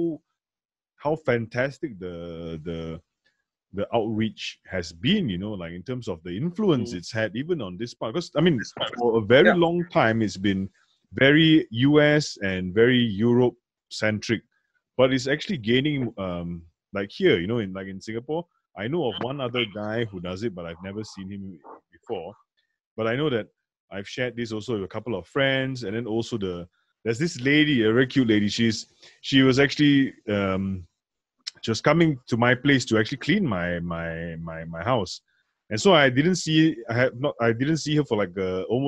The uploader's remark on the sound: in this case Zoom